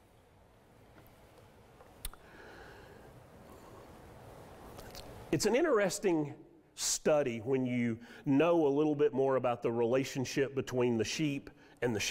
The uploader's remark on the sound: Sermon audio from Mission Church in Locust, NC.